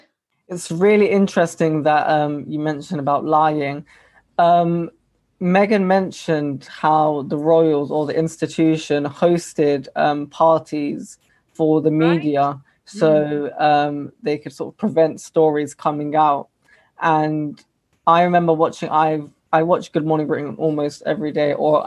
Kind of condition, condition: link, video call